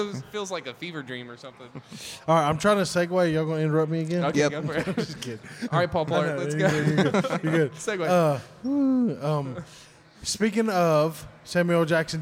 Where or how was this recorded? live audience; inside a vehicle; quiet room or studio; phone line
live audience